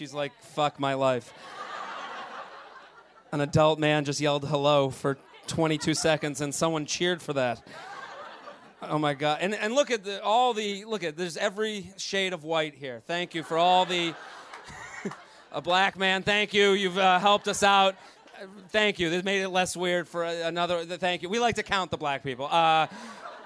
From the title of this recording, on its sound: LIVE From The Village Underground